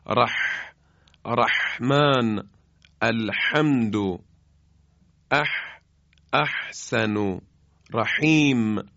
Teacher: زمانی که حا رو تلفظ میکنیم حای جیمی با یک گرفتگی که در حلق ایجاد میشه